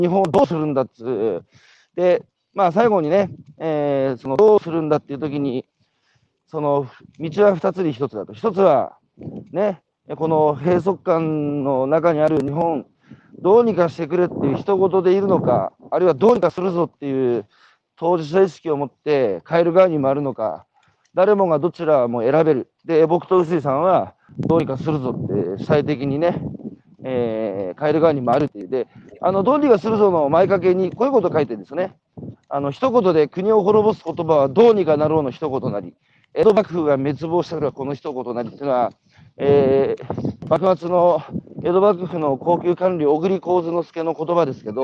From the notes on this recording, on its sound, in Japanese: 歩きながら1時間、対談する